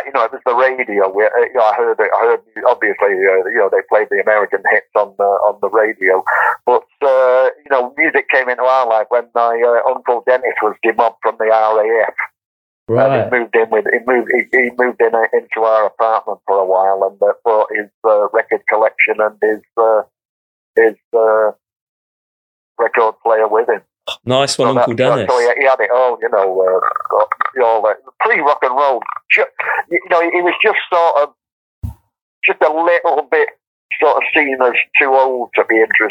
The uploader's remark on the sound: joined us over the phone